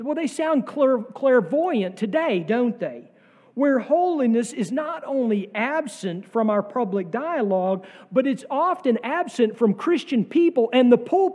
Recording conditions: large echoing room